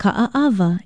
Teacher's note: But if you spell and pronounce it correctly, you will note that every vowel is separated by a consonant sound, the glottal stop or okina. Ka'aava is spelled K-A-Okina-A-Okina-A-W-A, and it means the wrasse fish.